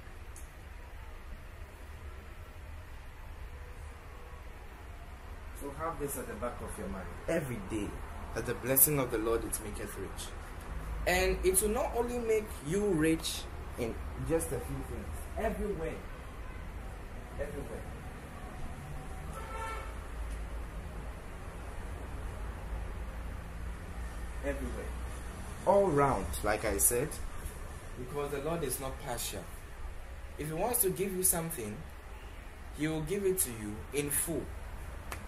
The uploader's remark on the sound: Preached at the The Day Of Blessings Service, Accra, Ghana.